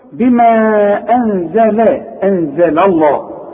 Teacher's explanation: اللام بتاع لفظ الجلاله هي المفخمه